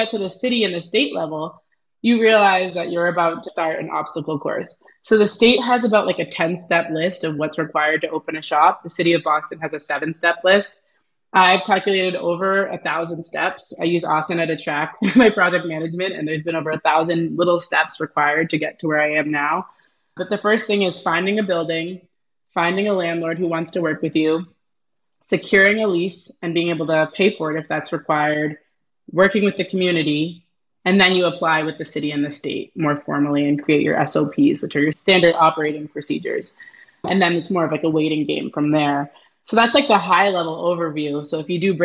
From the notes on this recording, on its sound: Recorded on Squadcast